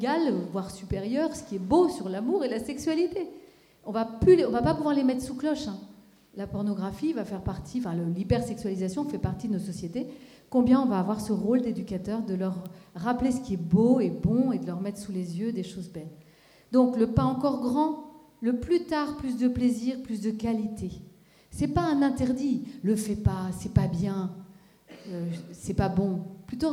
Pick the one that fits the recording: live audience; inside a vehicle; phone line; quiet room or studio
live audience